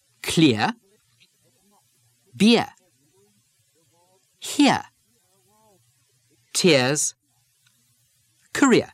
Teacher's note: The R drop from the ear sound leaves the diphthong ear